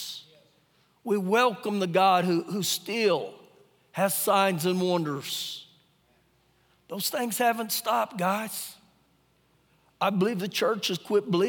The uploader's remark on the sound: Recorded live during our Sunday morning service